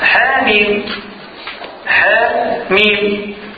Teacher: فالألف في حاميم تمال تقلل